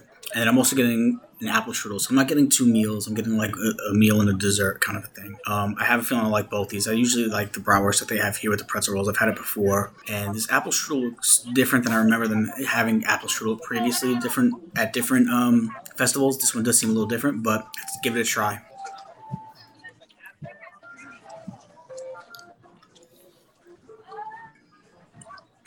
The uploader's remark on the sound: On Location At Epcot's Food & Wine Fest